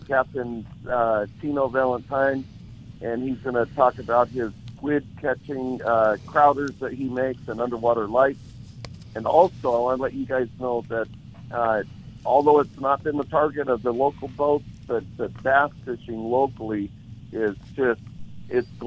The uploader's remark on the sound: "LIVE" from Angel Stadium in Anaheim, CA